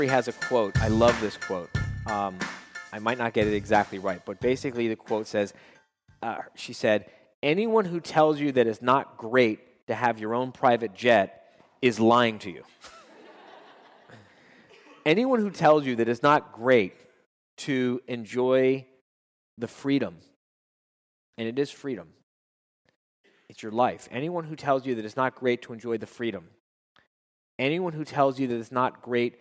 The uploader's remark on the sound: at …’s Live Quarterly Meeting in West Palm Beach, Florida